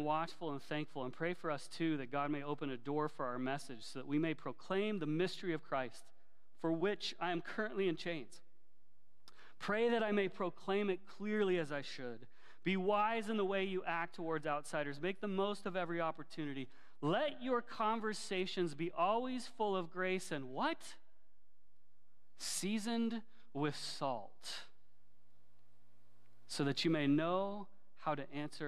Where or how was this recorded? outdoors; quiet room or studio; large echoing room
large echoing room